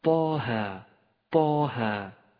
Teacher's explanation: يمد الطاء بمقدار حركتين وكذلك الهاء طه. ولاحظ أن حرف الطاء حرف مفخم حتى في هذا الموضع، وحرف الهاء حرف مرقق حتى في هذا الموضع، فاقرأ هكذا طه طه.